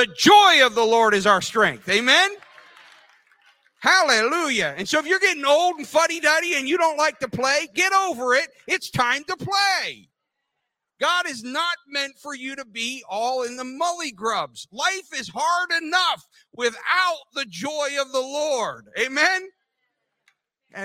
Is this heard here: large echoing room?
yes